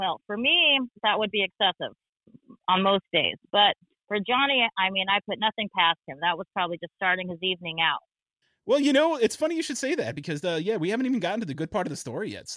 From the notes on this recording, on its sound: Our apologies for the sound of the phone call on this episode, we weren’t able to use SquadCast and the sound quality of our guest obviously suffered.